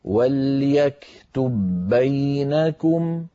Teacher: من ذلك مر معنا إدغام متماثلين في قوله تعالى وليكتب بينكم، وليكتب آخرها باء ساكنة، بينكم أولها باء متحركة، التقى باءان الأولى ساكنة والثانية متحركة، وجب الإدغام عملا بقول إمامنا الجزري وأولي مثل وجنس إن سكن أدغم. فندغم الباء في الباء ويكون النطق بباء مشددة